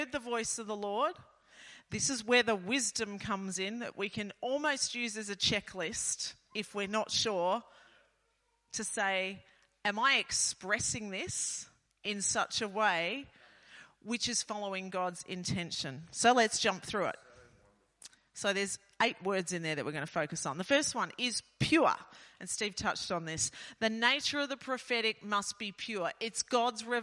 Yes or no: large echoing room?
yes